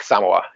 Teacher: The emphasis on the first syllable is the kind of more authentic way to pronounce it